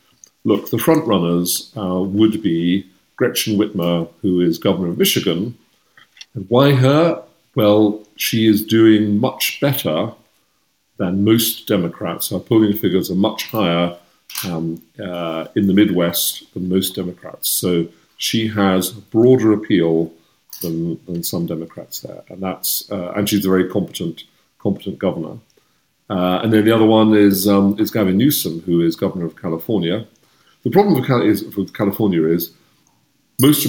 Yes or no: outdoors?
no